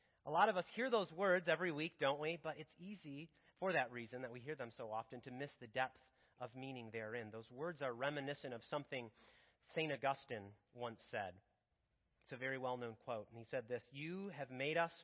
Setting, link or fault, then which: setting, large echoing room